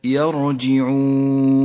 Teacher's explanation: فخمت لأنها ساكنة وقبلها حرف مفتوح · Term: تفخيم الراء